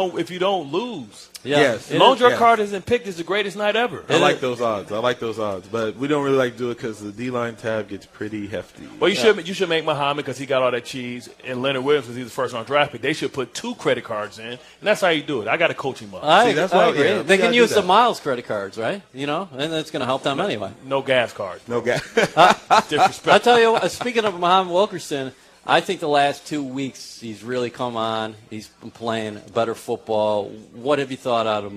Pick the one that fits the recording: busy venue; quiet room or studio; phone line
busy venue